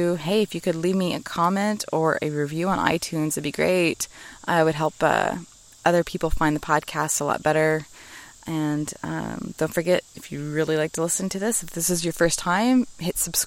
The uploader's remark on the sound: Live from My Backyard